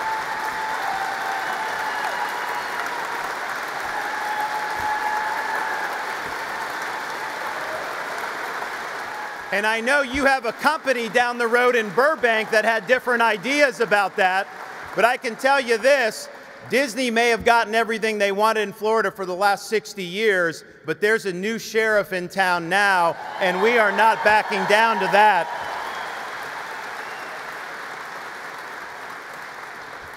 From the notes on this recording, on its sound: our in-person event